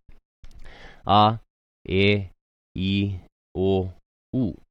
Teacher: I'm making a conscious effort to slide in to the vowel because there is no okina here. And so it's a soft vowel.